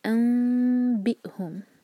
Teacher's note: ہونٹوں کو قریب لائیں گے لیکن پریس نہیں کریں گے، اور دو سیکنڈز کا ٹائم دیں گے · Term: اقلاب